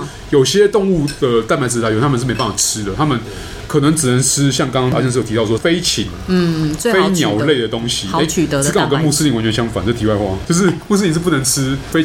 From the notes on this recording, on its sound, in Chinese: 本集白噪音指數：微風級 2/5。錄音地點： 一步一步來 - Kopi Ibrik。